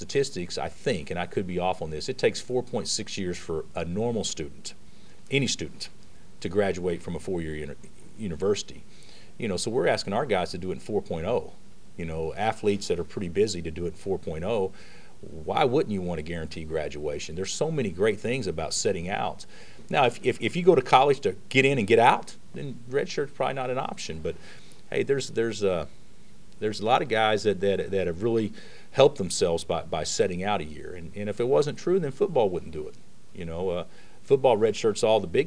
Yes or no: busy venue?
yes